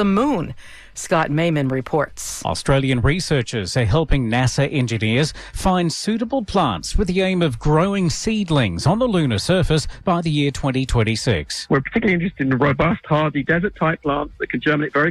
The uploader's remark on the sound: unique magazine format call-in show